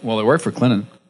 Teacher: So it's way back swallowed, and there's no T in Clinton.